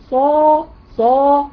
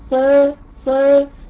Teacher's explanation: استعليت بلساني لاعلى واستعليت باقصى لسان · Shown in: first take · عشان اجيب نقطه الاستعلاء بتاع الحرف وهكذا. · Term: حرف فخم